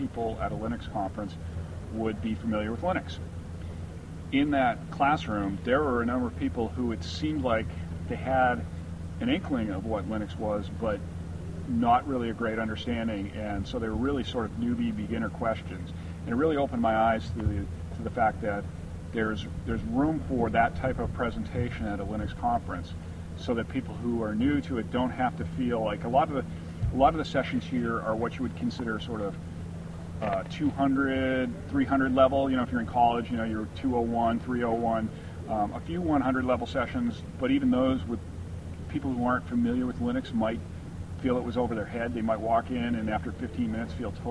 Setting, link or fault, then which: setting, outdoors